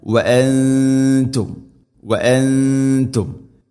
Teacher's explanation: നൂനിനെ അവ്യക്തമാക്കി മണിക്കണം · Term: ഇഖ്ഫാം ബിഗുന്ന